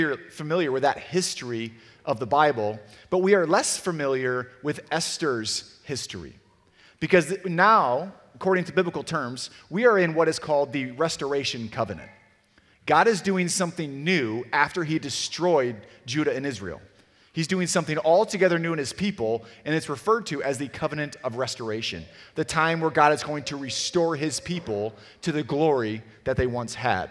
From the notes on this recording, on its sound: Sermon audio from CityGate Church in Portage, MI